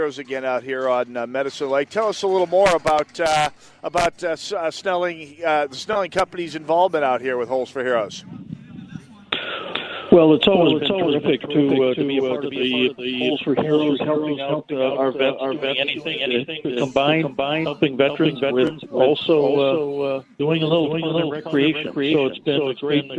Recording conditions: outdoors